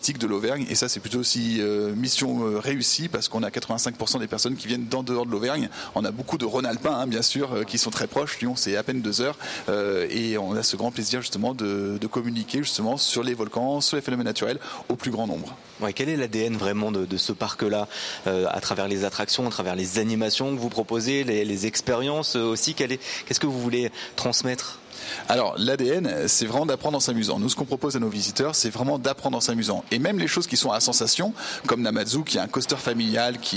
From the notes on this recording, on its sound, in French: En direct de Vulcania, en Auvergne. Une expérience scientifique en direct.